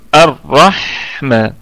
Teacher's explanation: الحاء ايضا نراعي فيها الهمس والرخاوة · يبقى هي مدغمة في الراء. يبقى اللام مدغمة في الراء